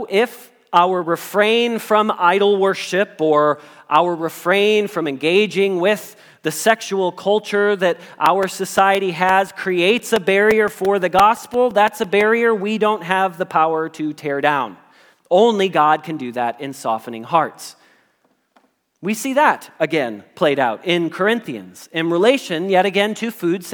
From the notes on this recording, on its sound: Message Preached at Valley Creek Church